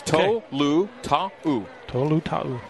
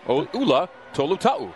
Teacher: there was a glottal stop between the last A and the U, so it's Tulatao.